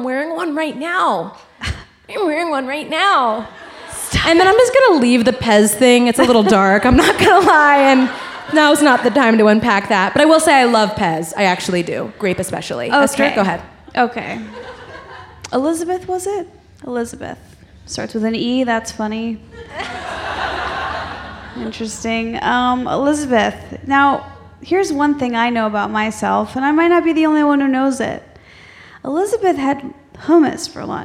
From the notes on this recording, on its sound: Glowing Up LIVE from San Francisco!!! On the third and final stop of their Sephora tour.